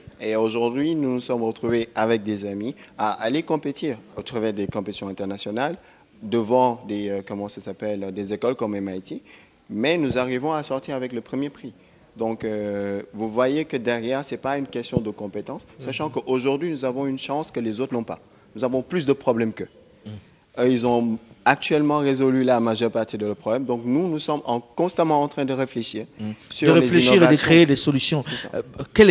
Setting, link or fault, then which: setting, busy venue